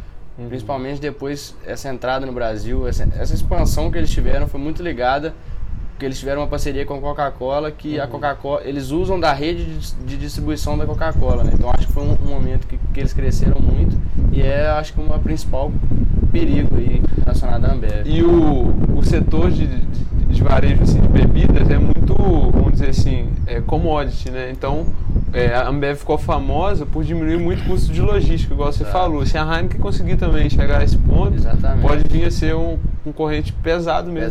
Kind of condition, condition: fault, wind noise